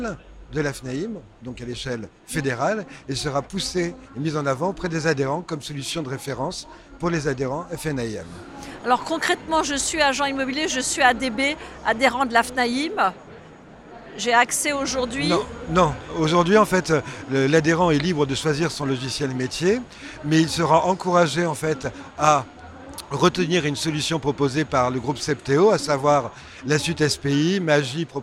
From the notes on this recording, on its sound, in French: Cette interview a été enregistrée en live du salon RENT.